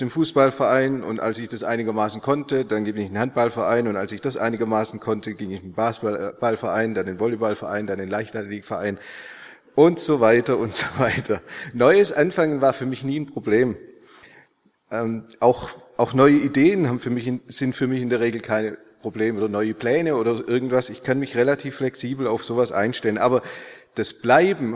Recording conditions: large echoing room